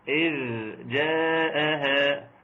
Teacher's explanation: حرف الذال في جريان للصوت